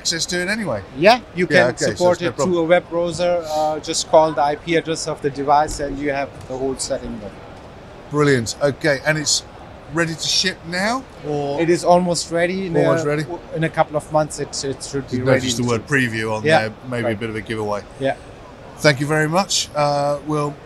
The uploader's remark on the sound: At ISE 2024 we speak with Lynx Technik.